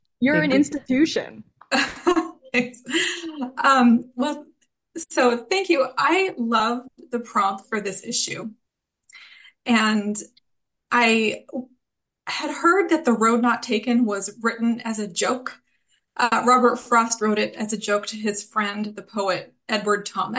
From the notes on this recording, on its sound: The audio from the Launch Party Zoom Call for the Winter Edition of the Exponent II Magazine.